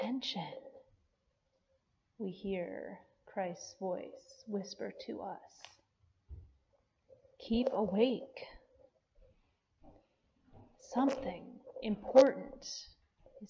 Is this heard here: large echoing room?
yes